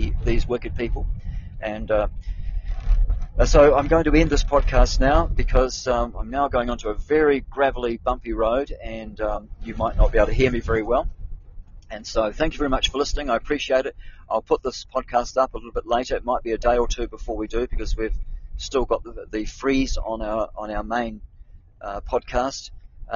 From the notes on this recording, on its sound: I'm on the move driving